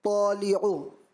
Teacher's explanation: اب تا باریک ہے، تو موٹا، پھر تو زبان کی نوک اوپر کے دانتوں کی جڑ سے ادا ہوتا ہے، لیکن جو آپ کی جو ہلکی سی تت تت یہ جو آواز سے آئی نا، اس سے احتیاط کریں.